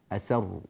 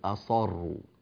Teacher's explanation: السين إذا فقدت صفة الترقيق وصارت مفخمة تنقلب إلى صاد أو تصير قريبة من الصاد